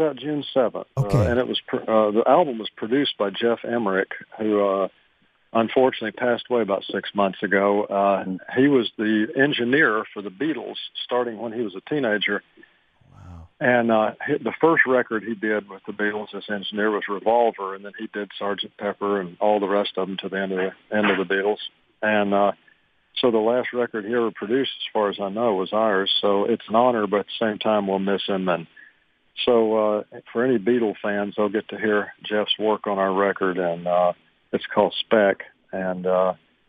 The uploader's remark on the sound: called in to the Ben and Skin show